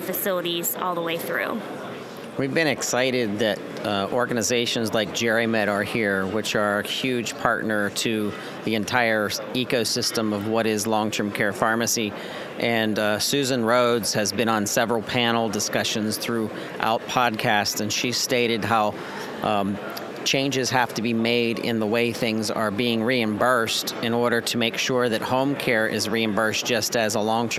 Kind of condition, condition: setting, busy venue